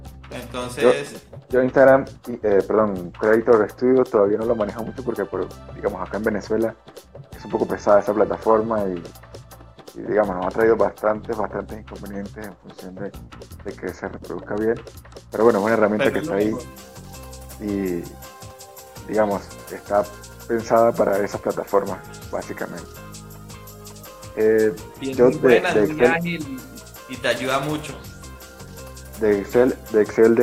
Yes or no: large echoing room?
no